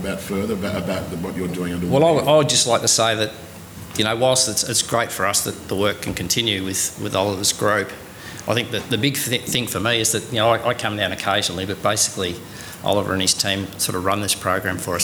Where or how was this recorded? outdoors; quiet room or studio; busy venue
busy venue